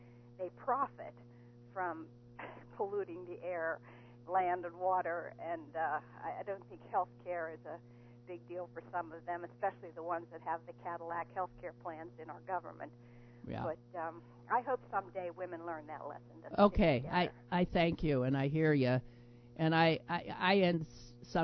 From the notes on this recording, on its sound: The phone lines are ringing on the show today.